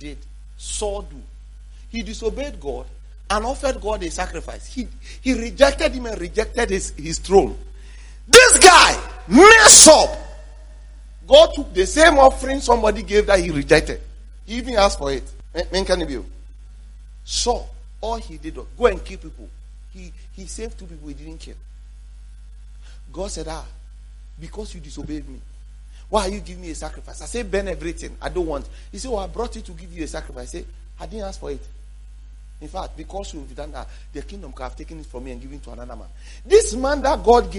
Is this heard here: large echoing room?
yes